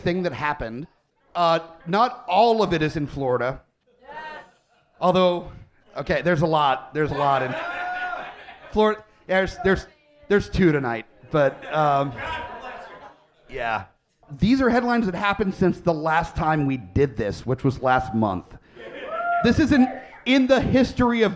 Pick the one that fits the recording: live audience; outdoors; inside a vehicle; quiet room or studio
live audience